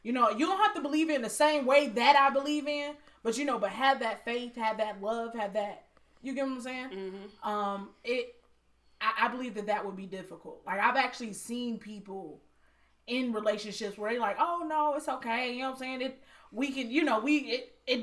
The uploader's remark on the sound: Apologies for the abrupt ending. We had a technical error in recording.